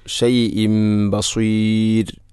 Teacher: ബികുല്ലി ഷൈഇം ബസീർ, അവിടെ ഷൈഇൻ എന്ന തൻവീന് ശേഷം ബ വന്നാൽ ഇഖ്ലാബ് എന്നതാണ്. തൻവീനിനെ മീമാക്കി മാറ്റുന്നു. ഷൈഇൻ ബസീർ. ബസീർ എന്നത് മദ് ഇഅറദുൽ സുക്കൂൻ, അതുപോലെ റായിനെ തർഖീഖാണ് ചെയ്യേണ്ടത്.